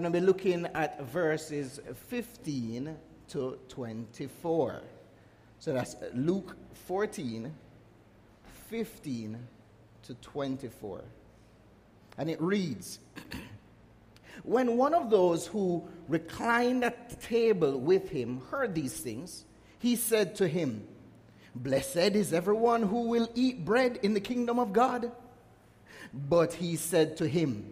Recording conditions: large echoing room